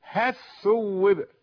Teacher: ادغمنا اللام في الثاء · Term: الإدغام